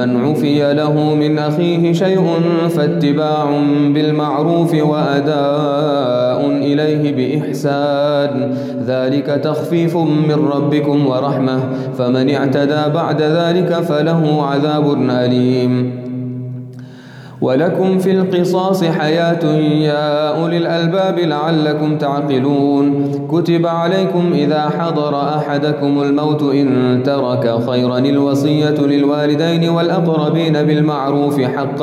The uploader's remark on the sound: Qiyaam Day 2 at the houghton Houghton masjid.